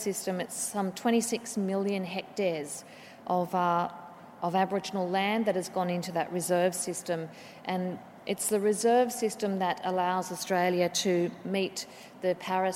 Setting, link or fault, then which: setting, live audience